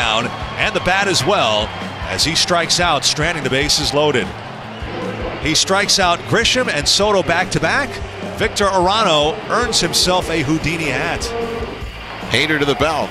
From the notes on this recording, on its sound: The Nats held on 3-1 in San Diego. Live from Petco Park.